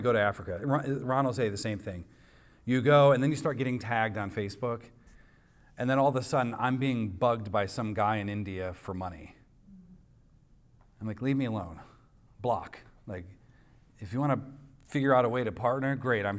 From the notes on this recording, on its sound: recorded on Sunday, July 30th, 2023, at the weekly worship gathering of Cross & Crown Church